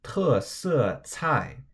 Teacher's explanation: And remember, when you have 3 consecutive 4th tones, it's not an official rule, but most people overpronounce the first one and underpronounce the next two just to make it easier to pronounce